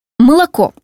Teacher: Из трех гласных этого слова только «о», стоящее под ударением, произносится без изменения. Звук «о», стоящий ближе к ударному звуку, меняется и произносится как нечто среднее между «а» и «о». Обозначим его как «а». · Term: редукция